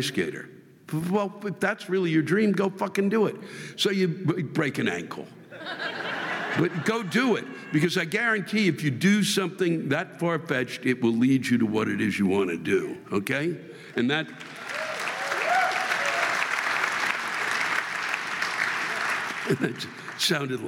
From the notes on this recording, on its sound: This week’s live rants come from the Orpheum Theater in Los Angeles, California.